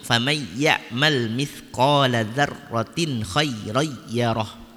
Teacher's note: dalam qiraat Hamzah, dalam riwayat Khalaq atau dalam riwayat Khalat, maka dibacanya tanpa dengung